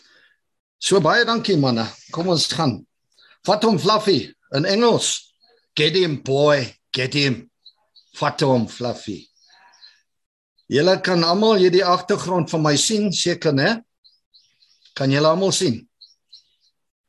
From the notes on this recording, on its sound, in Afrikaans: Manne van die Woord Zoom Byeenkoms.